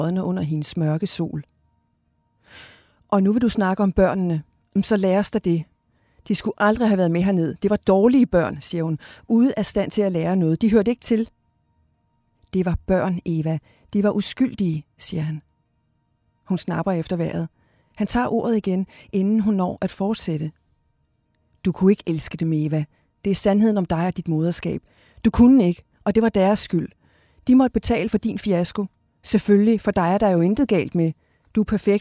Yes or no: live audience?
no